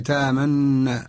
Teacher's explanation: ونقرأها بالإشمام وهو ضم الشفتين مع التشديد، تشديد النون الثانية تامنا، ضم من الشفتين مع التشديد مع شد النون.